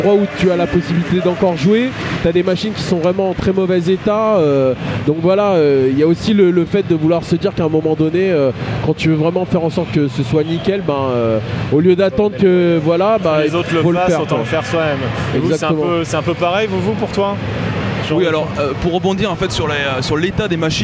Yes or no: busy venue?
yes